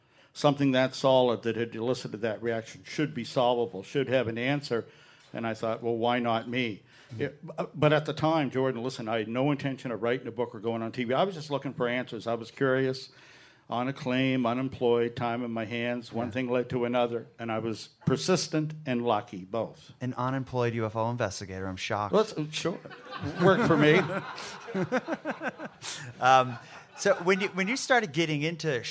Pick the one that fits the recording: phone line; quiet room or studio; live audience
live audience